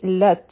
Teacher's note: او بیا خا چې دی دا غټ حرف دی دا به شي خا او لام او تا چې ده دا به یوځی شي دا به شي لت. او په تا باندې به همس کوو